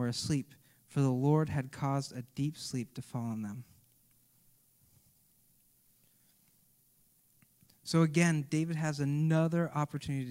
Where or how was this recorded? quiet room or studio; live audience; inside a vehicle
live audience